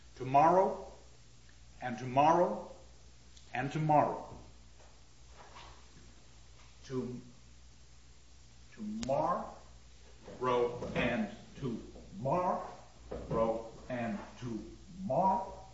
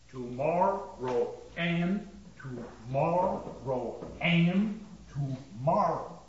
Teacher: What he has done is altered the rhythm of the line, and instead of five accents, he's created a line that has how many? One, two, three. Only three. · Shown in: first take